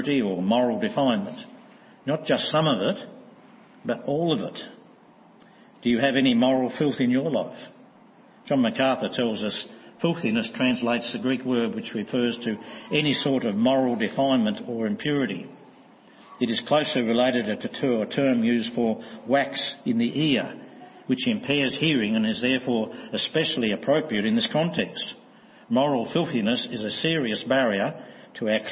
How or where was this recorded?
large echoing room